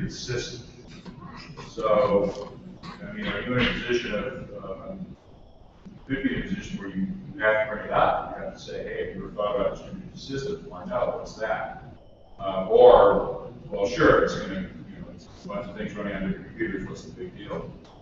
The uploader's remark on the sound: Recorded live at Strangeloop 2013.